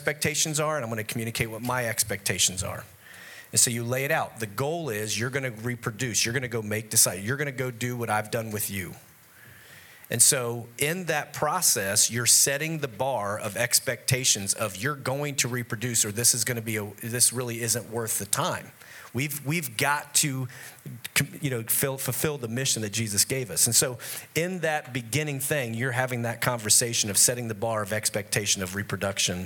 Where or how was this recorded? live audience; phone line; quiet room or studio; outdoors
live audience